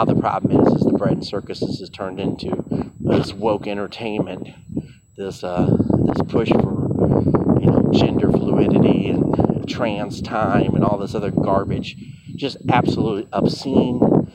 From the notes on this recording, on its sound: Random thoughts while walking at Purdue University.